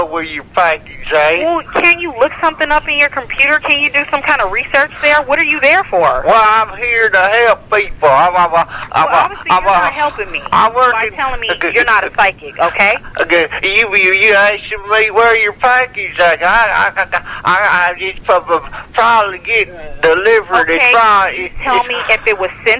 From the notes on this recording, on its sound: Prank Phone Calls